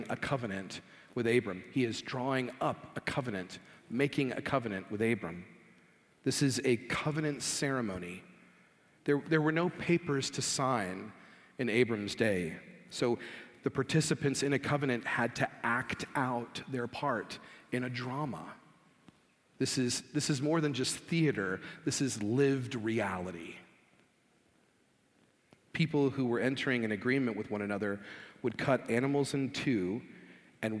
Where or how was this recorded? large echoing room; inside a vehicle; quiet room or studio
large echoing room